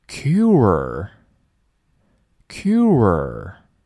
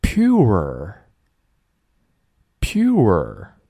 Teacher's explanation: 中间的 cure 以及 pure 要注意，中间多了一个 ye 的音